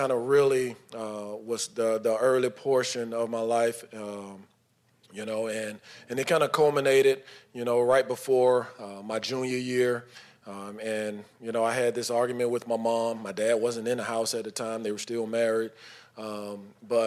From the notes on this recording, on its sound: This edited audio was taken from "Super Saturday X", a special event put on by UNPACKIN' it the day before the Super Bowl.